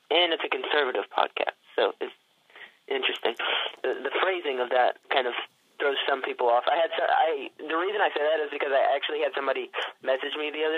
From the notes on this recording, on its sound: via telephone